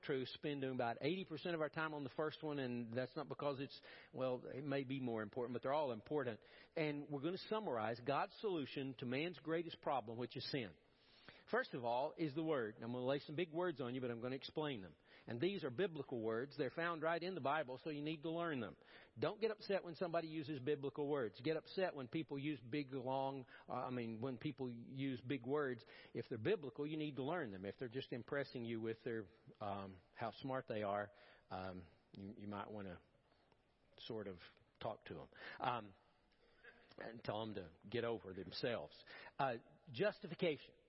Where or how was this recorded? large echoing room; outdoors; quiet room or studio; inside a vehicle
large echoing room